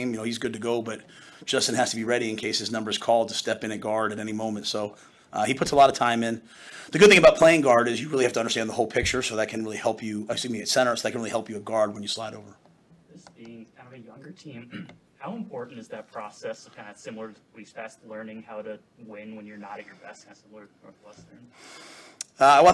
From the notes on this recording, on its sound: Purdue Game Week Press Conference.